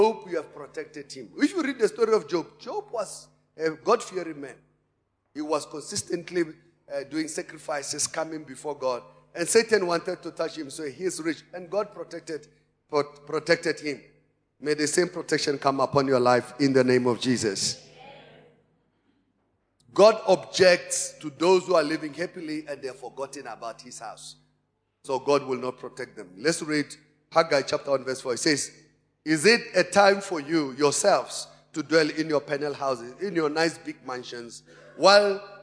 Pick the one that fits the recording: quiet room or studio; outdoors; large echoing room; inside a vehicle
large echoing room